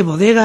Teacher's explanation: BDG son sonoras y oclusivas